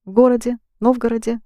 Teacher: if this «е» is not stressed, it's pronounced as «и»